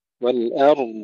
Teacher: الهمزة مرققة، ثم تأتي الراء والضاد مفخمتين مع المحافظة على إسكانهما